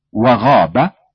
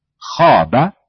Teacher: فالفرق بين قولي خاب وغاب يرجع أيضا إلى اقتران الغين بزمر الأوتار الصوتية وخلو الخاء من ذلك